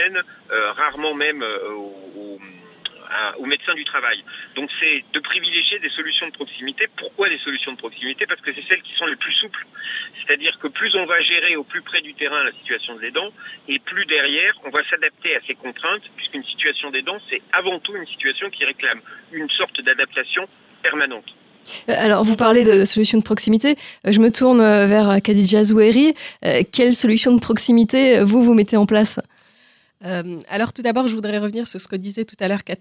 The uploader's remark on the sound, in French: Par téléphone. A l'occasion de la journée spéciale des aidants actifs sur Vivre FM.